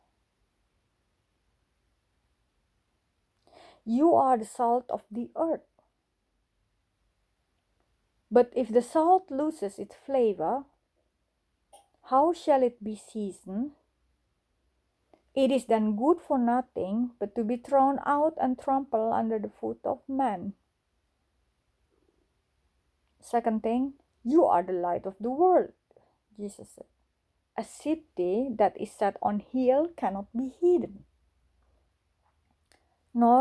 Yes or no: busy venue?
no